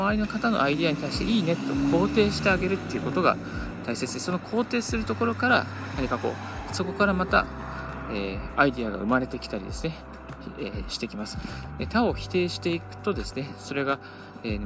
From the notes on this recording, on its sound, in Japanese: 歩きながらラジオ配信